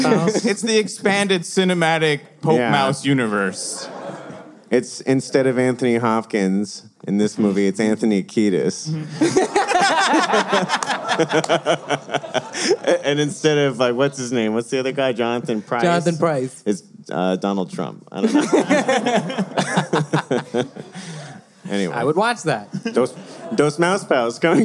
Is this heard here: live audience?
yes